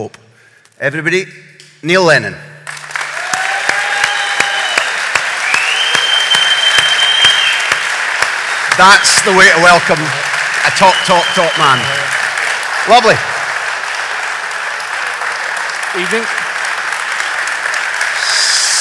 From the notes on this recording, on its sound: We recorded our first live Big Interview just before Christmas. Greenock Town Hall. It was a special event. To help raise funds for Ardgowan Hospice.